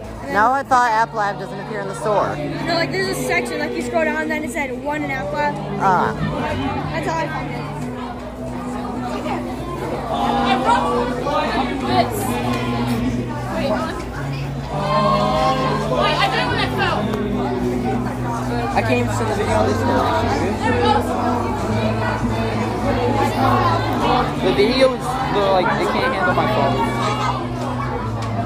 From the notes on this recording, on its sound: The school had an event in January and this dumbass decided to record